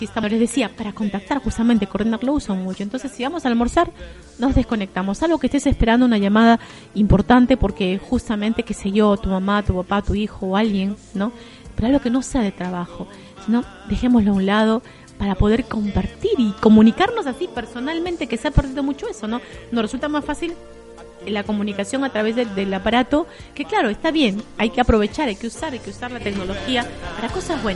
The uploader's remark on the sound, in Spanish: Episodio grabado en vivo